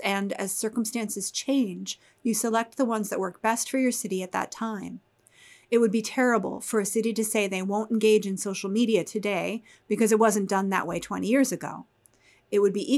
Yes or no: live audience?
no